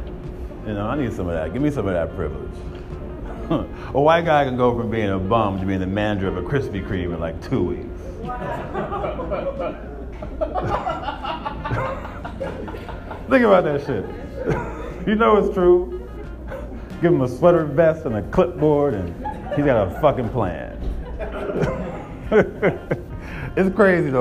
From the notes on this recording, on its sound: 2018 Attack of the Comics Friday night showcase at DC Drafthouse.